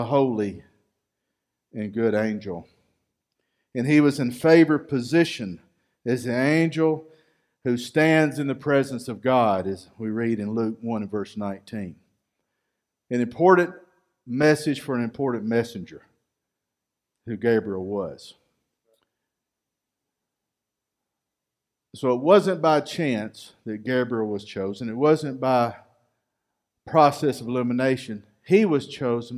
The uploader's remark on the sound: Recorded live at Freedom Fellowship Church in Tontitown, Arkansas on Sunday, December 13, 2020.